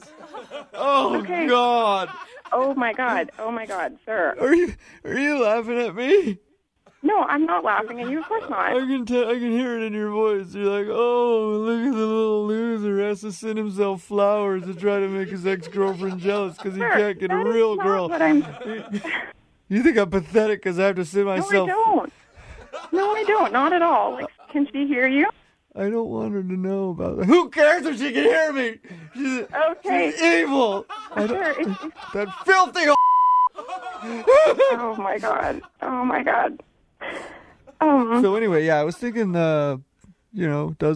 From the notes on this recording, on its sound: Phone Tap PODCAST. Calls a flower delivery service.